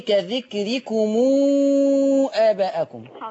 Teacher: ضم الميم، لما الميم يجي وراها همزة